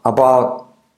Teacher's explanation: la T casi no se pronuncia de about